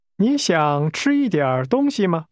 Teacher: To eat is pronounced with a high-level tone.